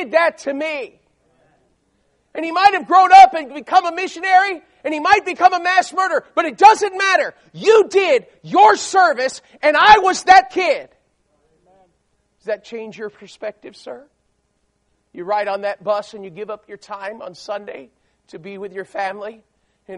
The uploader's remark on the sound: These messages were recorded during a service at Memorial Baptist Church in Ocala, Florida.